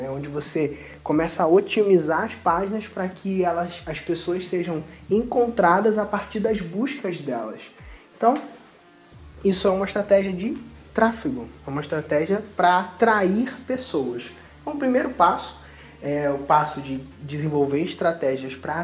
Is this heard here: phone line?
no